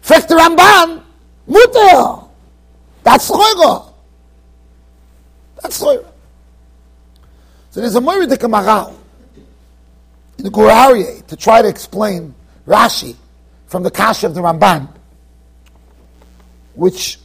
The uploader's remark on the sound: Shiur recorded in Yeshivas Ohr Reuven, Monsey NY.